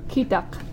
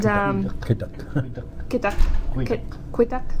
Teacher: it's pronounced by bringing the back of your tongue up to the rear of your mouth, yeah. where your uvula hangs down · Shown in: first take · and going kuh, kuh. · Term: the letter Q